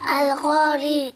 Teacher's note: ال قاف فتحة قا القا القو ألف مادة طبيعة حركتين القو را كسر ري حكمها الترقيق